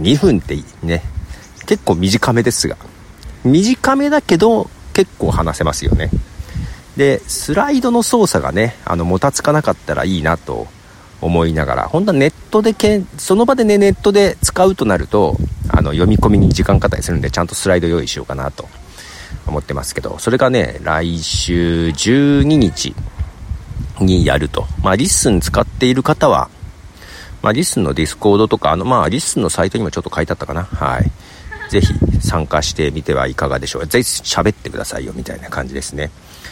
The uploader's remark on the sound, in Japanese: 公園で収録。